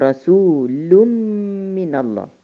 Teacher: فأنا باخد النون بتاعة التنوين أضغمها في الميم بتاعة من وبنطق وبنطق ميم مشددة بغنة فتبقى رسول من الله لو أخدت